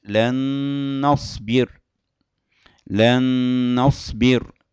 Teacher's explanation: النون بالنون تدغم مع غنة. هذا السبب الأول للإدغام، أولا التماثل.